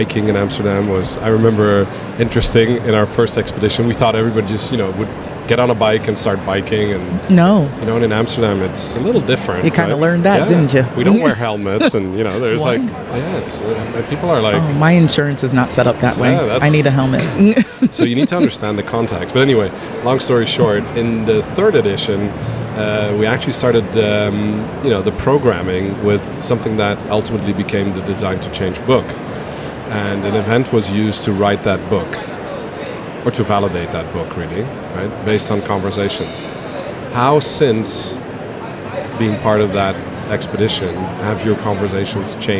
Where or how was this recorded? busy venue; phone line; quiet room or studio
busy venue